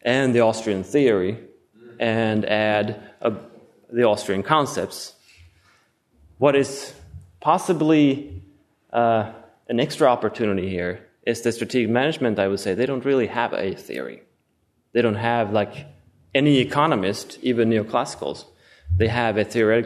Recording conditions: live audience